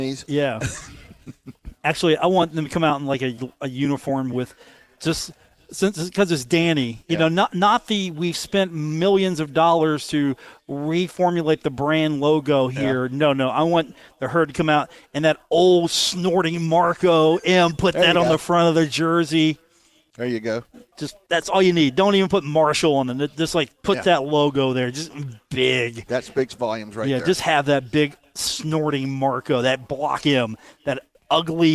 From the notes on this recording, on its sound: Broadcast live from The Union Pub and Grill in Huntington. The dog that's hanging out at The Union.